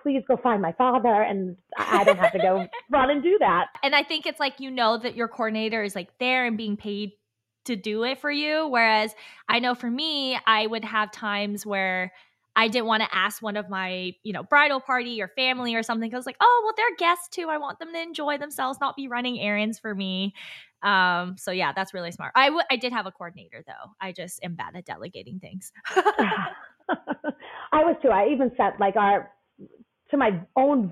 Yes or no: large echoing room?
no